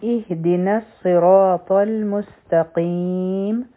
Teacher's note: دلته کې صاد غټ حرف دی، را غټ حرف دی، پا غټ حرف دی. په سین کې د سیټی آواز دی، تا نری حرف دی، او قاف چې دی دا غټ حرف دی